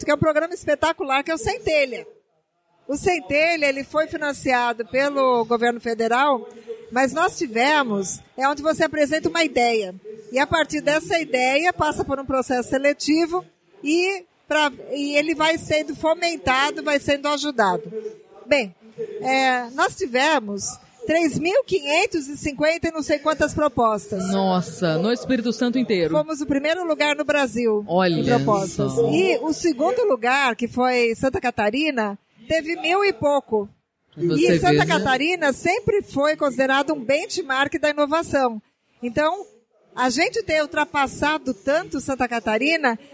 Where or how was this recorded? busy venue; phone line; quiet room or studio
busy venue